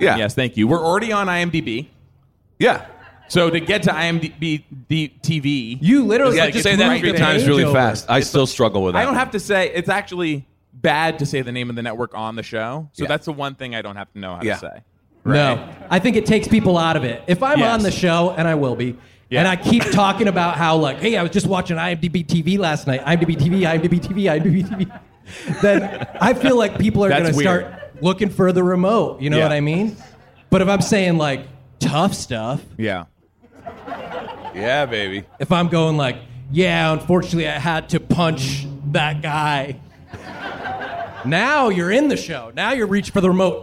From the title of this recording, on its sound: Live from VultureFest LA